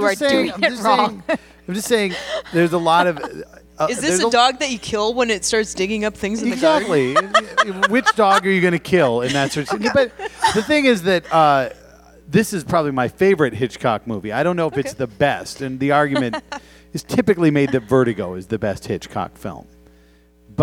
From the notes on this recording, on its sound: Once again, we were able to record an episode live at Pepito’s Parkway Theatre in Minneapolis.